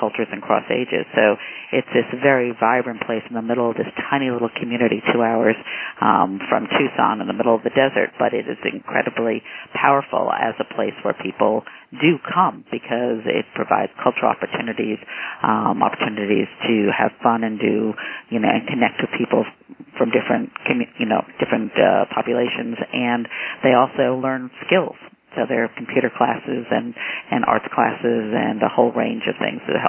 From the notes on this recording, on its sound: Call recorded on December 8, 2011.